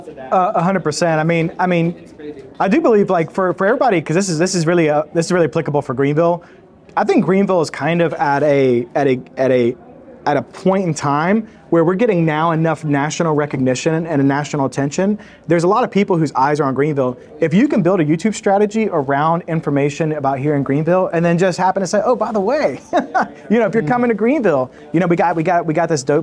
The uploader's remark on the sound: This week's episode is a recording of a Short Term Rental meetup that we hosted in Greenville, SC.